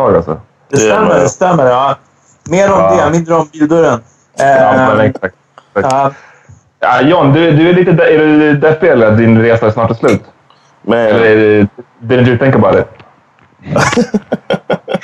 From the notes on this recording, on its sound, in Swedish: Snart är vi tillbaka med bra ljud!